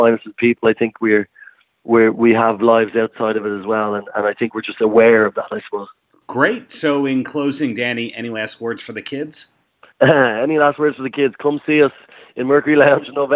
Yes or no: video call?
no